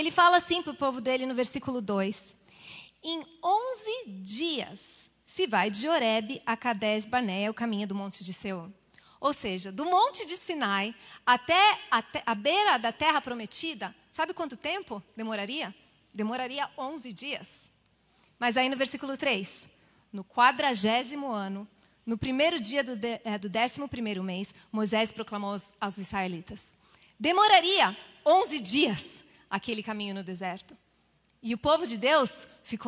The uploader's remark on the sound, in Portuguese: IBMorumbi Culto Ao Vivo.